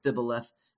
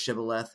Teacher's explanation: they couldn't make the SH sound, and they say thibboleth instead of shibboleth · Shown in: first take